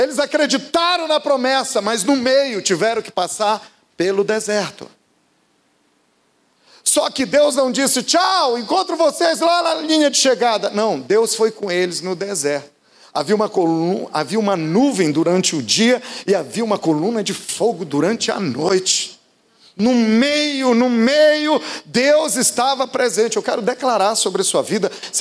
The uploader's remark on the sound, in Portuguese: Podcast gravado na PAES Piedade no dia 03/12/2018